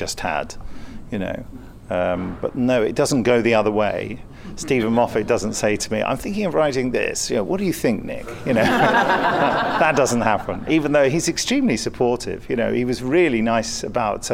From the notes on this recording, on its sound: Chicago TARDIS 2015 Part 2. The Big Finish Podcast continues, live from Chicago TARDIS 2015!